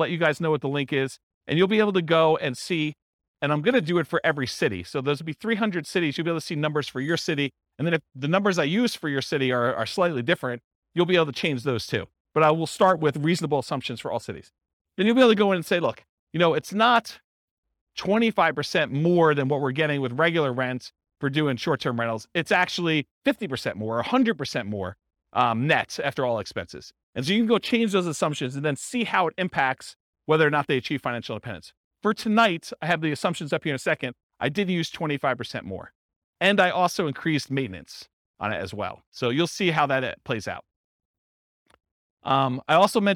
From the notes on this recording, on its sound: This was a live class recorded